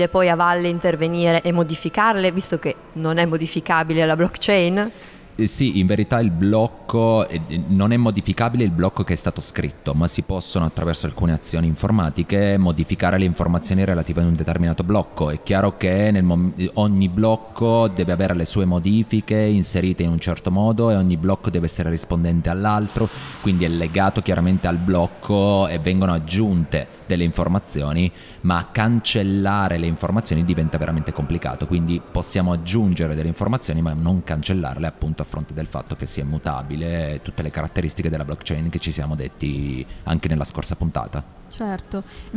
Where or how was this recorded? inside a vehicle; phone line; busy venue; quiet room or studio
busy venue